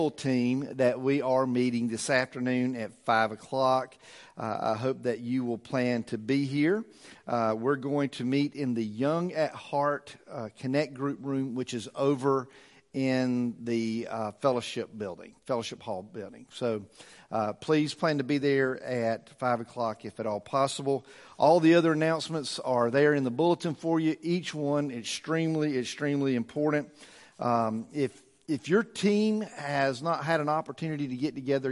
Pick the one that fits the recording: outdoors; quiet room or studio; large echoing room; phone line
large echoing room